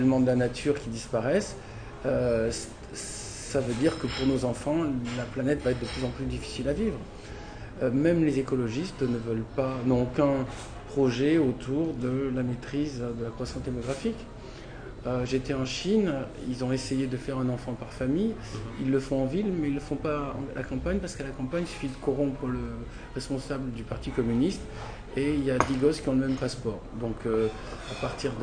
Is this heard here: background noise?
yes